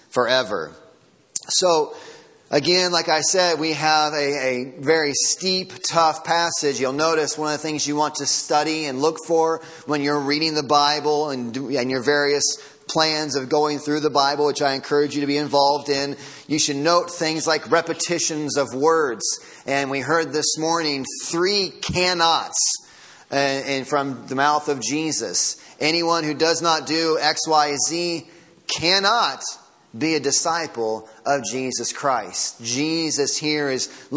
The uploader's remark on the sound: Sermon Audio from Sunday Morning